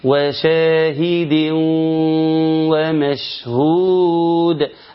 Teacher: وشاهد بتنتهي بتنوين، ومشهود حرف الواو اللي جاء بعدها احد حروف ينمو، يبقى إدغام بغنة.